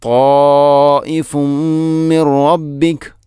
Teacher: ഇനി ത്വാഇഫുൻ മിൻ റബ്ബിക, ത്വാഇഫുൻ അവിടെ ഫഅമിൽ ലം തൻവീനാണ്, ശേഷം മീം, ഇങ്ങനെ വരുമ്പോൾ ഇദ്ഗാം കാമിൽ, പൂർണ്ണമായിട്ടും തൻവീനിനെ മീമിലേക്ക് കൂട്ടി ലയിപ്പിക്കണം